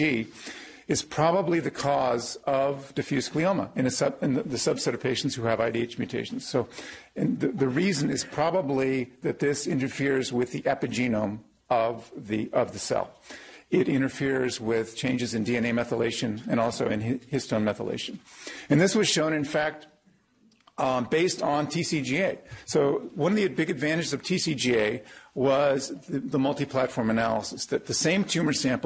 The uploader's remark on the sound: Norris Cotton Cancer Center Grand Rounds presented on March 27, 2018